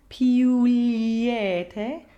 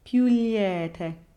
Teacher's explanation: the letter I is the phonetic J, meaning that we want to glide through this sound to get to the next vowel · Shown in: second take · Sometimes people want to sing through this sound a little more, but by lengthening it, we actually distort the word. · Term: J glide